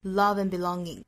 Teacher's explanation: 中间的这个 and 包括前面的 of 都要做弱读的